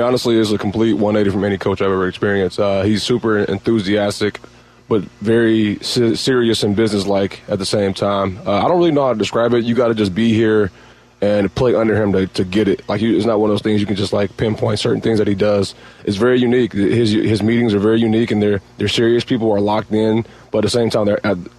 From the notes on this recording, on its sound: Live from the Virginia Mason Athletic Center.